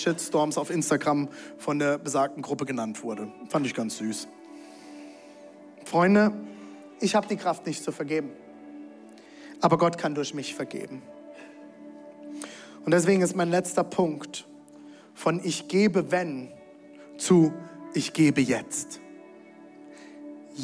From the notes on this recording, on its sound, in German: Zeal Church Leipzig. Audiomitschnitt der Predigt.